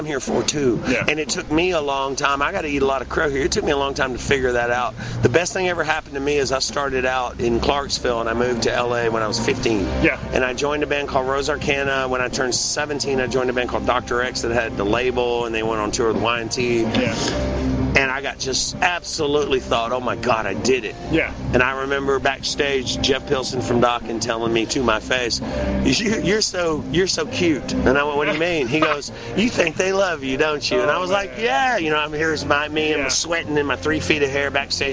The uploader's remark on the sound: Interview recorded at the benefit for Chris Leone at Brewskees in Louisville KY.